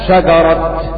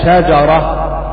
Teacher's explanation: إن شجرة الزقوم في سورة الدخان نقف عليها بالتاء شجرة · Shown in: first take